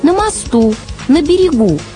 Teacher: В местном падеже у таких слов ударное окончание «у».